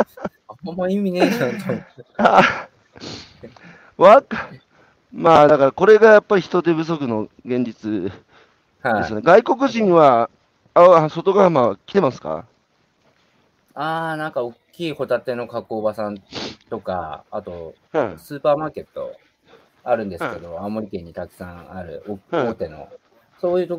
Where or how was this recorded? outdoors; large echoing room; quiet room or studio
outdoors